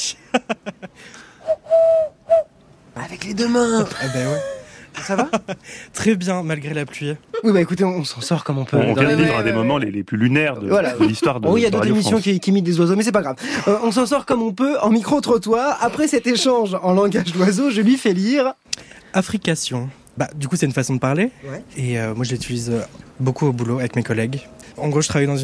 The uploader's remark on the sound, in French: Vous avez la parole dans le micro-trottoir de ZoomZoomZen.